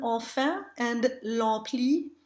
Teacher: In enfin and l'ampli, we can hear that the EN and EM spellings are both A nasal, just like grand and résistance.